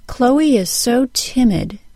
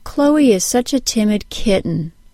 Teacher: In the first sentence, the short I of the word timid takes more time than in the second sentence because the whole word is stressed more in the first sentence. In the second sentence, the word kitten has a longer duration short I sound.